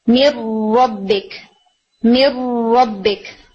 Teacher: تو یہاں پر جب آپ ادغام کریں گے تو ناک کی آواز نہیں آئے گی، غنہ کی آواز نہیں آئے گی، مر ربک مر ربک. · Term: بغیر غنہ